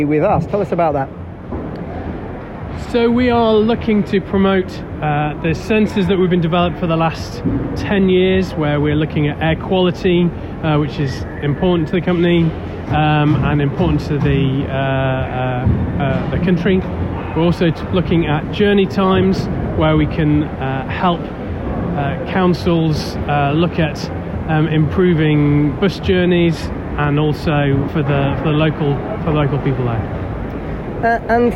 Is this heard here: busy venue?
yes